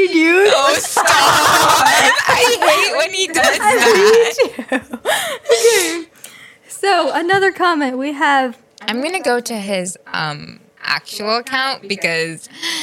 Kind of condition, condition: fault, echo